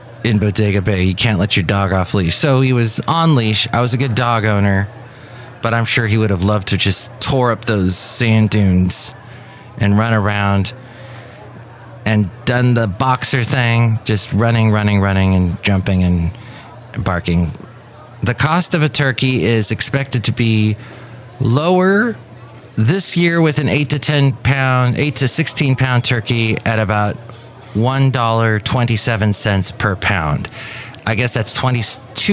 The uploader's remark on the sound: podcasts live from Café Anyway